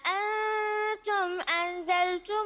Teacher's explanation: طيب عندنا هنا الميم هنا تضم وتمد ست حركات أأنتم أنزلتموه الغنة هنا النون ساكنة وبعدها الزاي والزاي من حروف الإخفاء